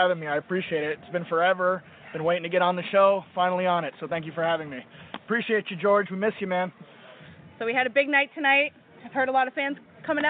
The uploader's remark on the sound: on location at BrainBuster's 1 year anniversary show